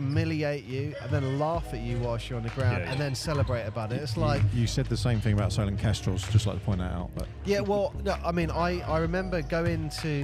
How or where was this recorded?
busy venue